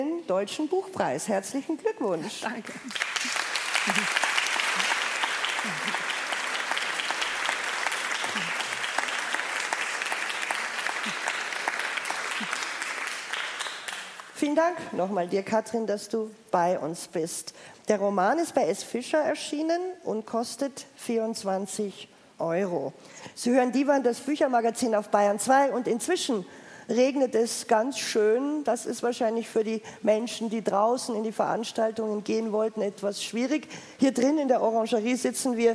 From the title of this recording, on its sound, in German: Live vom Erlanger Poetenfest 2023